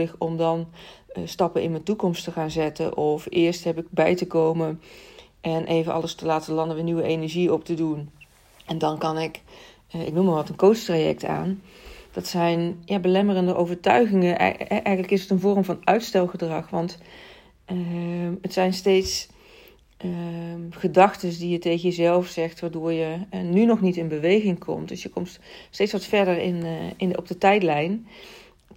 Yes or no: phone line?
no